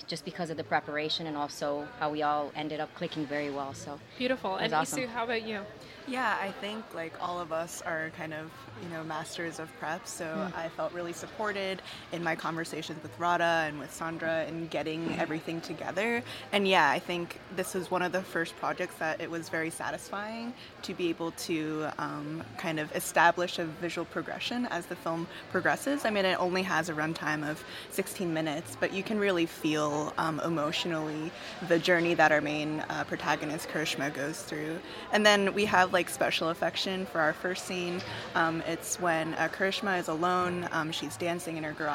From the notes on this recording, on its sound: AFI FEST Live. We are live, on-location at the TCL Chinese Theatre for AFI FEST 2023.